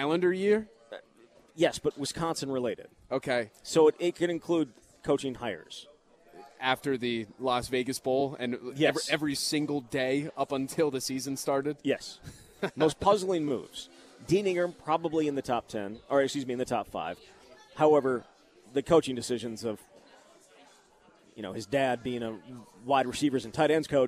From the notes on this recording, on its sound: live at Monk's in Sun Prairie